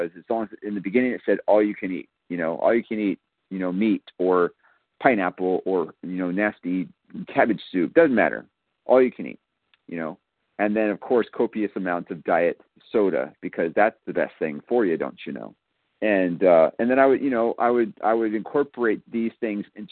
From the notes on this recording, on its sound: from the 100 Pounders Phone Meeting